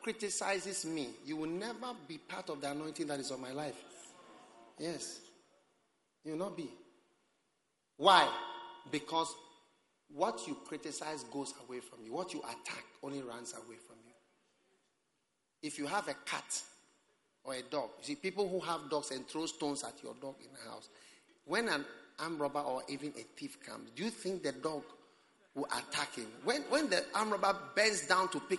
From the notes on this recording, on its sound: Preached at the Prophetic Encounter Service.